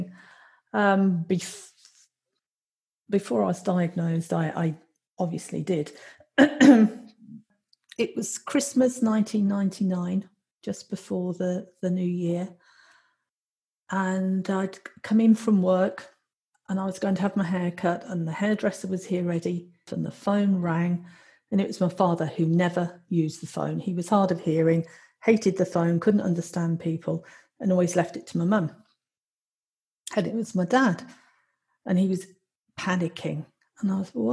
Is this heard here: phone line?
no